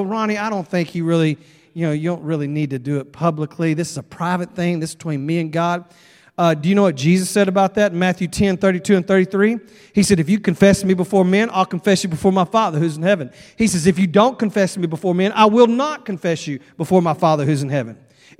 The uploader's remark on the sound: at Broadway Baptist Church, Lexington, Kentucky